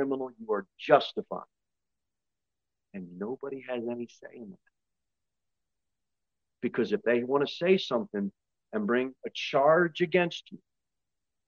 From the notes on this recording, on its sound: Sermon delivered at Pilgrim Baptist Church on Sunday, March 19, 2023, at 11:15 am. Jere Whitson Rd.